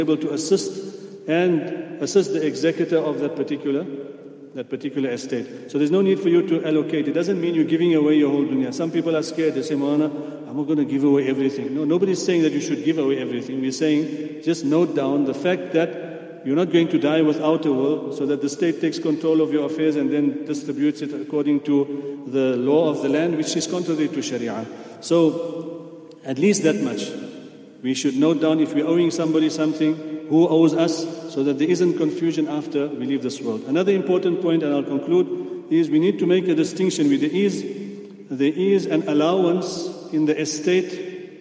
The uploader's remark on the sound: at the houghton Houghton masjid